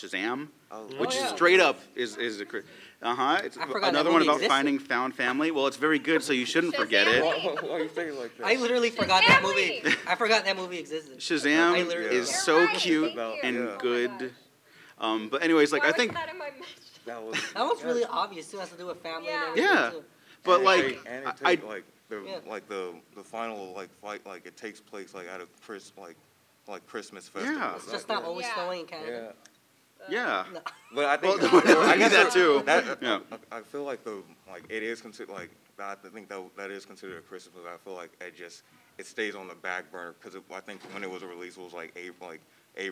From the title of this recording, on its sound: Live panel at L.A. Comic Con 2022